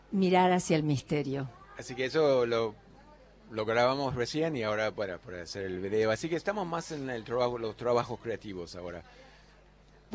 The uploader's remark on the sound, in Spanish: Primer programa en vivo desde la Feria del libro. Ante la emoción del equipo y el público.